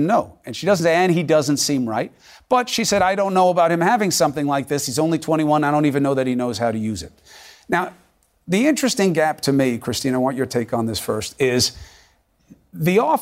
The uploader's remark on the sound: a live town hall discussion